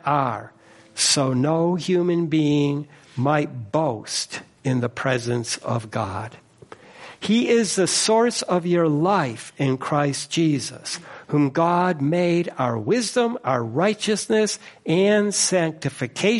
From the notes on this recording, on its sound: First Congregational Church of Clinton, MA -- Morning Service